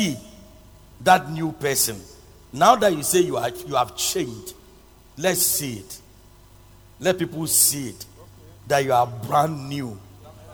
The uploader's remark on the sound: Preached at Loyalty House, Abbey, Dahwenya